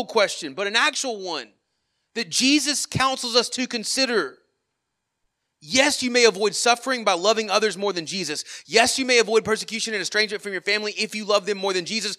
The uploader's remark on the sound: Sermon Audio from our worship service